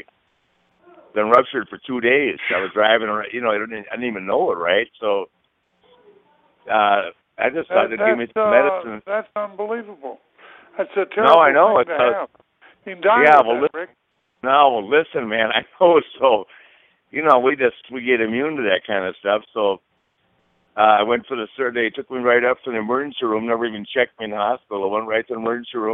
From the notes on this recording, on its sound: scheduled to call in and tell their tales